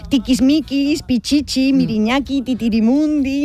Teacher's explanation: la I, al ser una vocal cerrada y anterior, tiene un timbre agudo